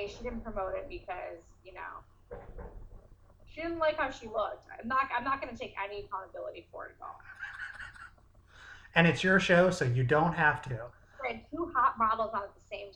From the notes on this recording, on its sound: Her friend also makes a number of audio cameos. Recorded via Zoom.